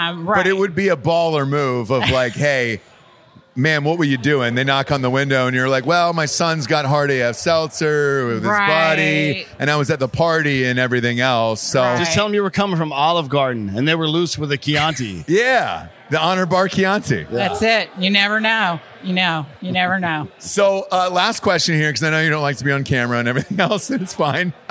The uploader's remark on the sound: Live From North Carolina! Live from Wilmington, NC to celebrate the launch of Hard AF Seltzer on the East Coast of North Carolina as they’re joined by some of their favorite listeners.